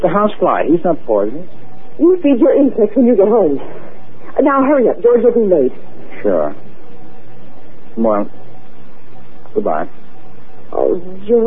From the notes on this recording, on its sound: Audio could be better, but is clear, with no static.